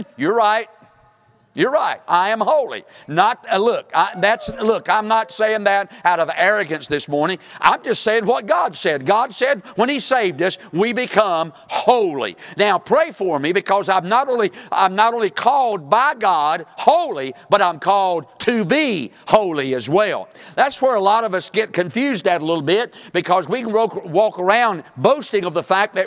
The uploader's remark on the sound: Sunday morning service preaching from the pulpit of Woodland Baptist Church – Winston Salem, NC